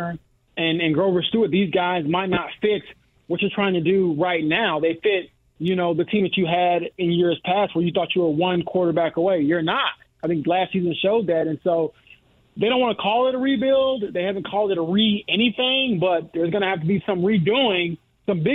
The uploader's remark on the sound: Answering some questions and comments from listeners online! Opens the phone lines up and takes some calls from some listeners!